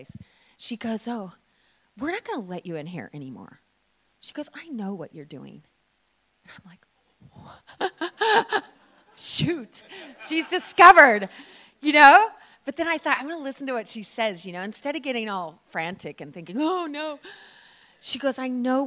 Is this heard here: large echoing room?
yes